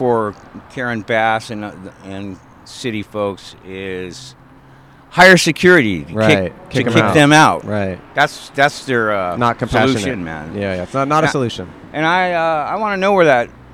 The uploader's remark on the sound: To this episode that we recorded at the Los Angeles Marathon! Recorded 3/19/23 on Hollywood Blvd in Los Angeles, CA.